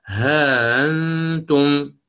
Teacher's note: قرأ بإثبات الألف ها، ثم أتى بالتسهيل في الهمز